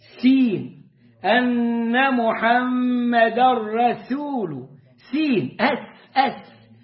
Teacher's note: وجاي الراء مفخمة وبعدها السين مرققة